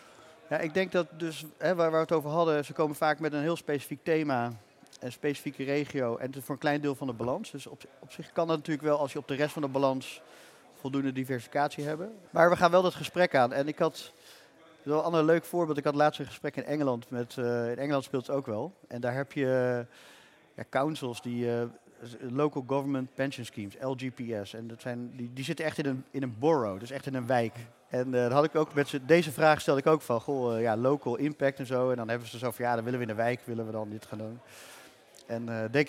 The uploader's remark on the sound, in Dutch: live vanaf het cardano-podium op Fund Seminar 2023